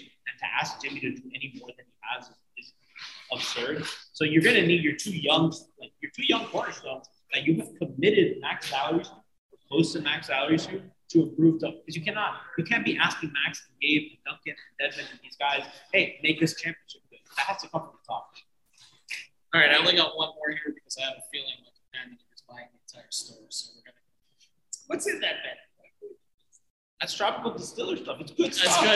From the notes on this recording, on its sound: Our apologies for the shaky audio on this one. Recording on-location after our watch party at Tropical Distillery.